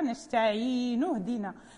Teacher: لا يجوز أن نقول نستعين، لا بد أن نقول إياك نعبد وإياك نستعين اهدنا، يعني هنا نون محركة نستعين اهدنا، هذا المد طبيعي في الياء